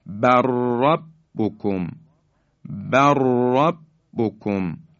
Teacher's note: لام ساکن حذف میشه، را در حقیقت مشدد بیان میشه به این شکل، بر ربکم، بر ربکم، لام ساکن در را ادغام میشه.